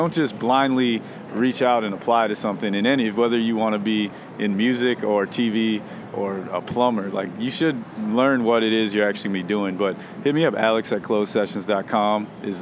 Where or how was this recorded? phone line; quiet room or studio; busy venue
busy venue